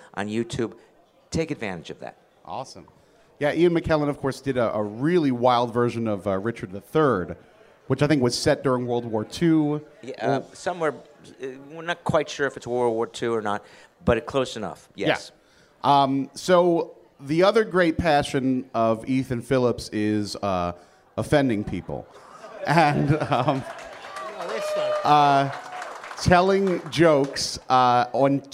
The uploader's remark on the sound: a live taping of Engage from Star Trek: The Cruise 2018